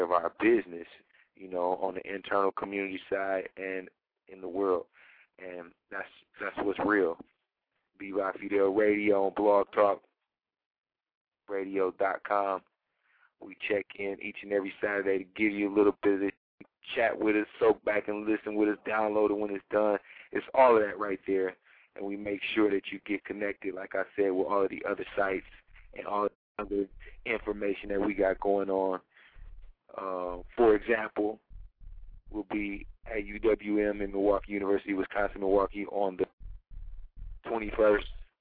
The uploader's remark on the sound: Call in show! Chat show!